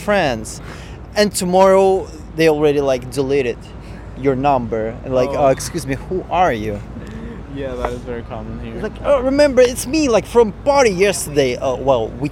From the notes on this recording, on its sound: goes nightwalking in New York City and talks to strangers